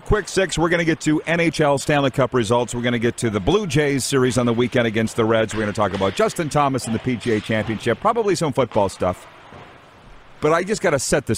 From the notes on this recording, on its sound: Live from the Centennial Cup in Estevan, SK! We are LIVE from the city of Estevan, Saskatchewan for the 2022 Centennial Cup Junior Hockey Championship for the CJHL.